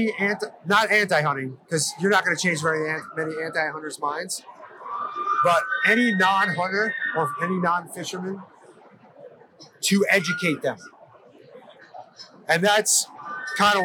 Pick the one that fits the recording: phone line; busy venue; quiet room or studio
busy venue